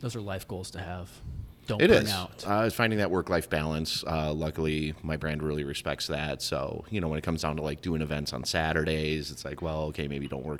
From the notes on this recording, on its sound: Live from Warehouse Liquors in Chicago, IL.